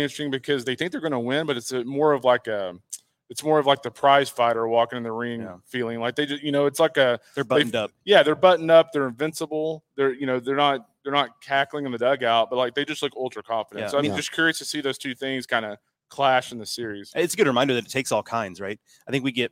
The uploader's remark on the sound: LIVE FROM OMAHA.